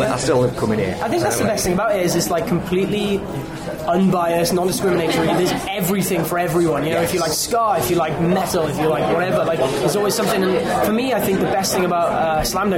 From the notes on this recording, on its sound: at Slam Dunk Festival - North 2018